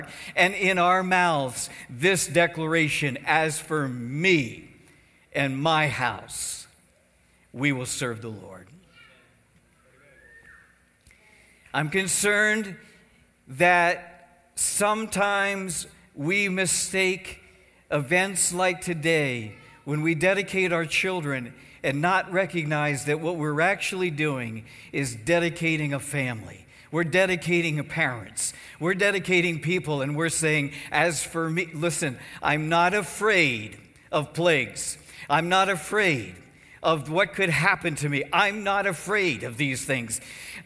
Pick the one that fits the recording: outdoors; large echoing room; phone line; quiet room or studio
large echoing room